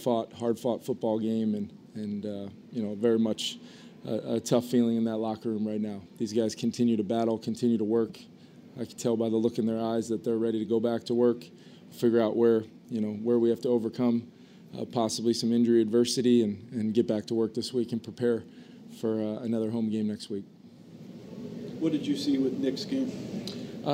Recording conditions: busy venue